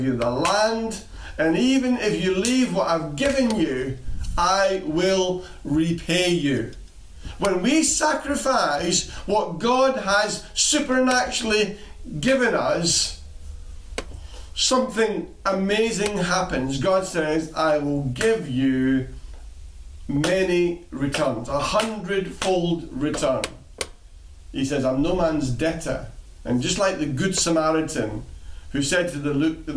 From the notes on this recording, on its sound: Recorded at freedomcentre church, Preston